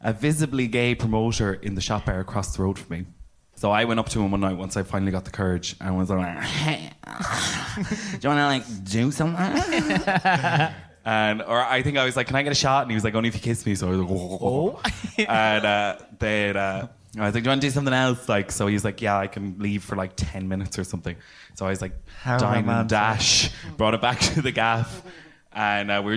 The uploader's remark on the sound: At my third live show. In front of a lively crowd of predrinkers.